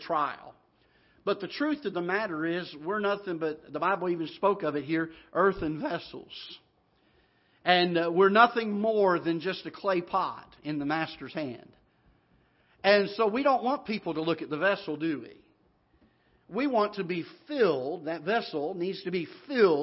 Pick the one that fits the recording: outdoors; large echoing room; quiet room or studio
large echoing room